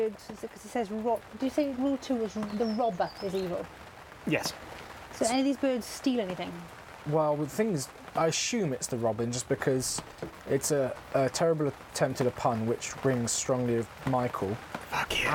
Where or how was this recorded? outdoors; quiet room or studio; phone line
outdoors